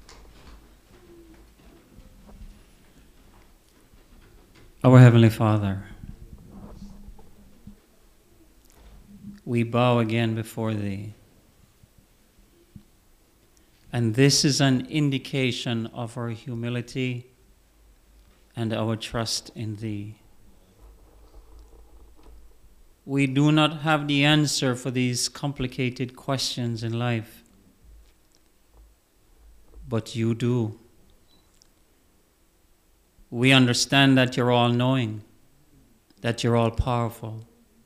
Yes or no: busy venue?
no